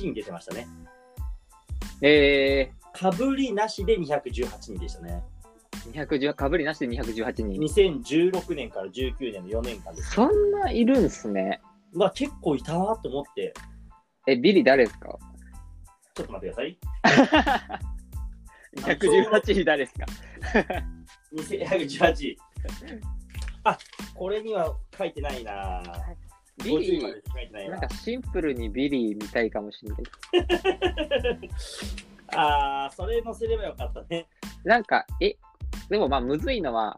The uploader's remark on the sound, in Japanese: リモート収録